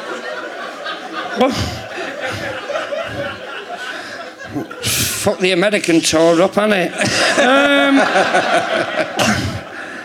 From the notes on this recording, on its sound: Leicester Square Theatre Podcast. Giving away a prize to a lucky audience member.